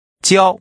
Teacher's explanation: With a high level tone, say teach or teaching.